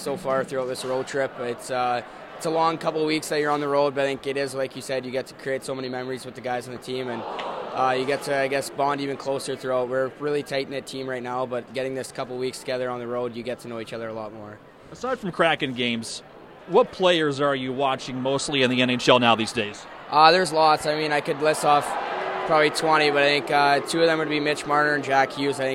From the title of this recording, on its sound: 1st intermission conversation